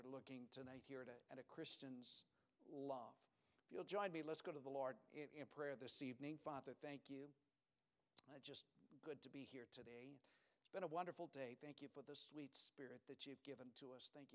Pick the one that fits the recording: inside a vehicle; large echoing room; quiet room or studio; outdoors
large echoing room